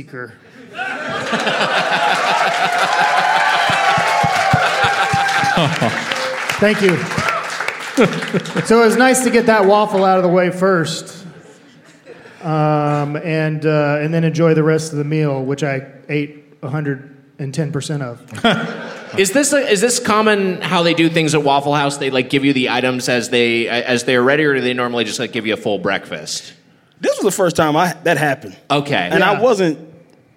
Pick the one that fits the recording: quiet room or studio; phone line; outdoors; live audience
live audience